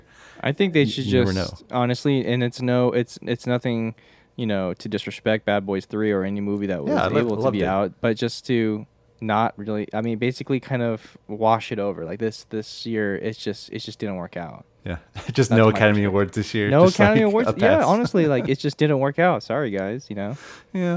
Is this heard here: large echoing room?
no